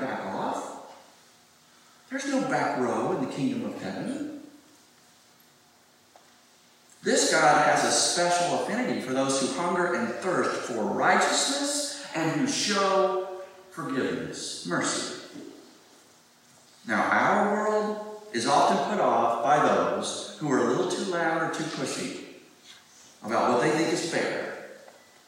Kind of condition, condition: fault, poor sound quality